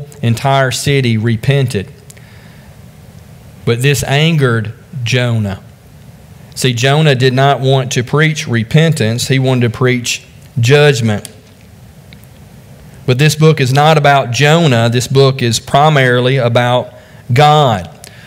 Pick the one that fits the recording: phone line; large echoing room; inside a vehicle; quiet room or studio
large echoing room